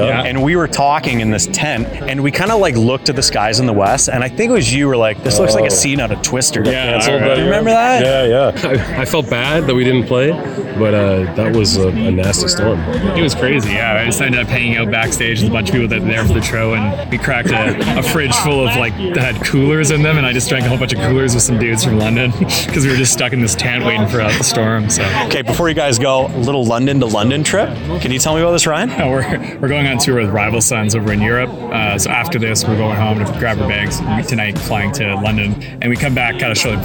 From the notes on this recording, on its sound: live from the Juno Nomination party at CBC headquarters in Toronto